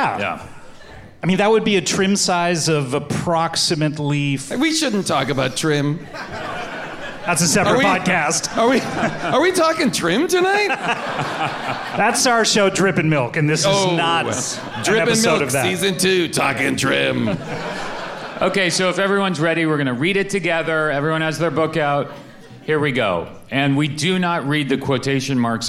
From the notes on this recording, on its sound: Recorded live at the Bell House in Brooklyn, NY.